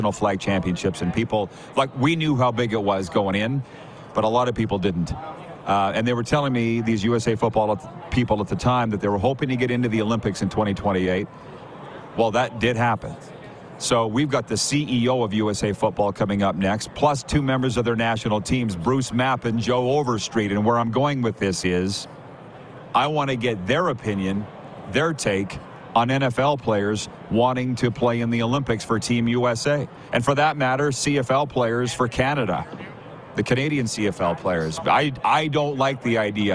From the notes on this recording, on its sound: Live from Radio Row at Super Bowl 58! LIVE from Radio Row at Super Bowl in Las Vegas, Nevada!